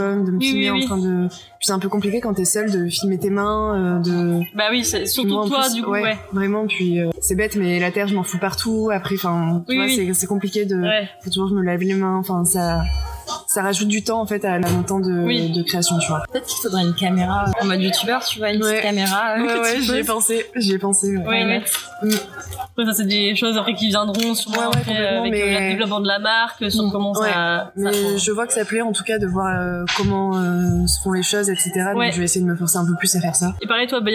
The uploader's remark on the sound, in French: Nous avons enregistré l'épisode dans un café, c'est pour ça que tu entendras des bruits de fond.